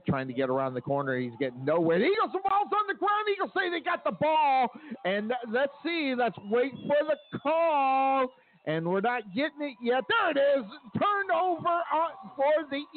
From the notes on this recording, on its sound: Live Play-by-Play LIVE from HBJ Stadium